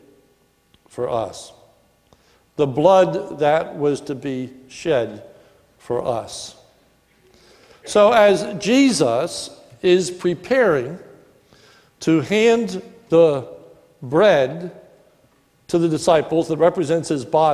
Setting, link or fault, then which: setting, large echoing room